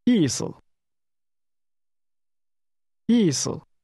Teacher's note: Did you hear the two falling tones?